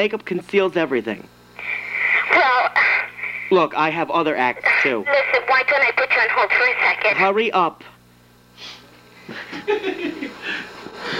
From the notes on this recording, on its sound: Prank Phone Calls Collection